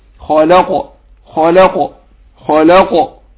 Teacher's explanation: والقاف حرف مستعلي وفي نفس الوقت ساكن فهقلقله · Term: القلقلة